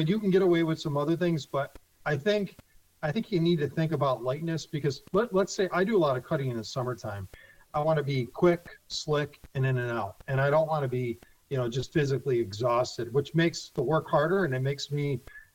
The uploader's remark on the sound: hops on the phone